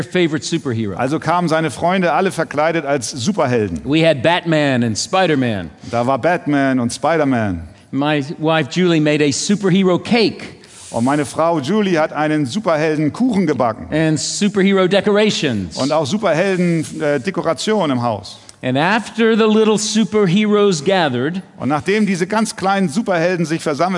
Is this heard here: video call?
no